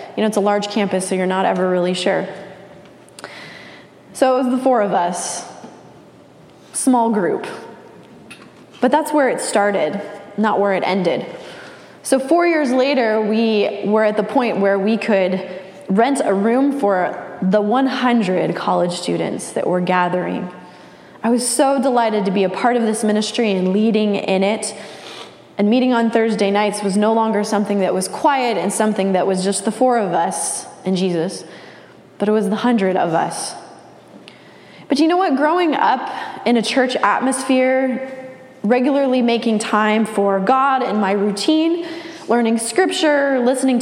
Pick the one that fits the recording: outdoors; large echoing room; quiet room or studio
large echoing room